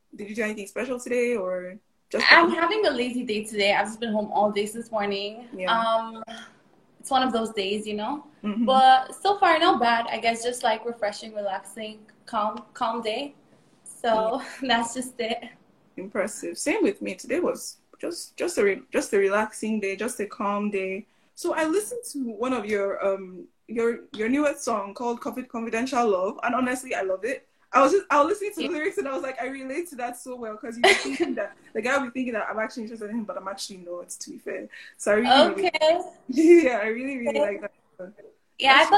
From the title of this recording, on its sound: Instagram Live